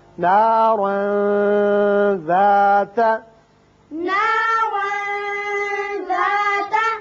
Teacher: تنوین کے بعد حروف اخفاء میں سے ذال ہے، لہذا یہاں تنوین کے نون پر اخفاء ہوگا.